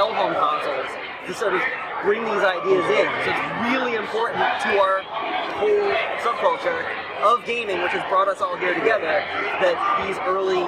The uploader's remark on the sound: PAX East 2013. There is still come background noise as we directly interacted in the heart of PAX tabletop gaming the night we record.